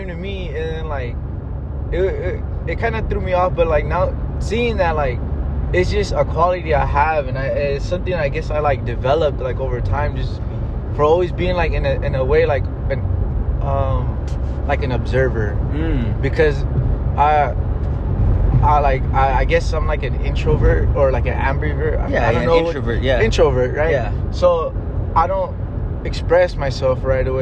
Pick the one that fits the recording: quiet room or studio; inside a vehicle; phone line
inside a vehicle